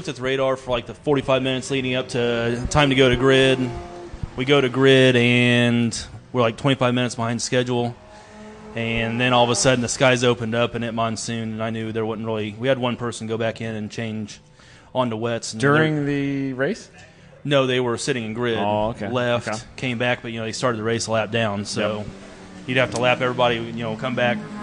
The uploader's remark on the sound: rainy day coverage at #Gridlife Special Stage at Gingerman Raceway